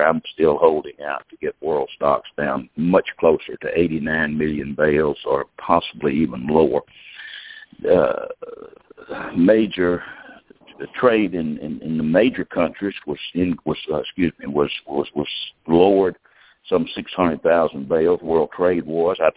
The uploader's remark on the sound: Monthly Conference Call